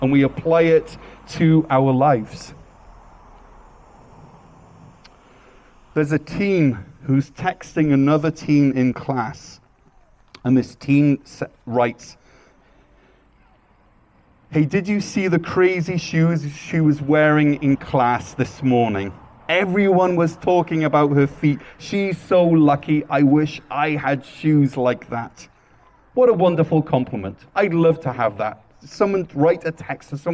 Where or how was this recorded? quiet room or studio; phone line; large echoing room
large echoing room